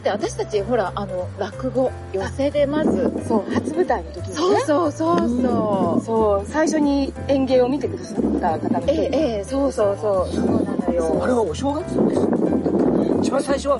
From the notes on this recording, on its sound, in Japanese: 風ノイズによりお聞き苦しいところがございます。